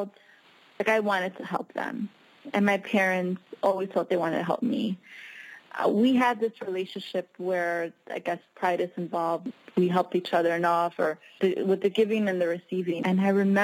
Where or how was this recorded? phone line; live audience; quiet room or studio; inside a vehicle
phone line